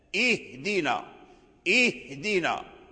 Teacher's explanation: فلا بد من بيان همس الهاء، اهدينا، اهدينا، تسمع يعني الخفاف الهاء.